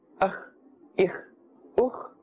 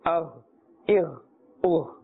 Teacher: the kha is pronounced with a scraping sound, and the ghain must not be pronounced with a scraping sound